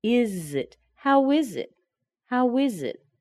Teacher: notice I've also connected the consonant is, the S, with it.